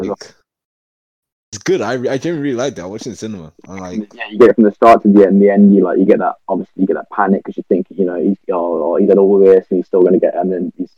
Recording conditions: poor sound quality